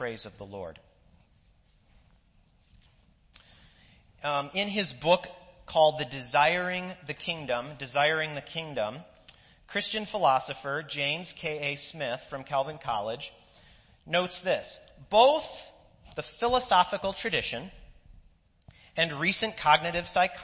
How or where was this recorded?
large echoing room